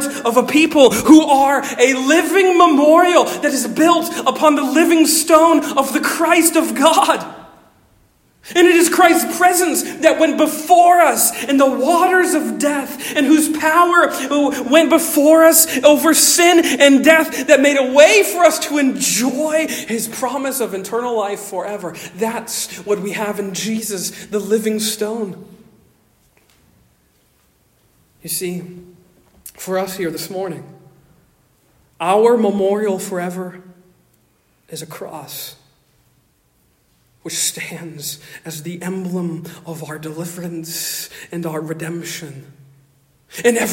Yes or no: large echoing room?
yes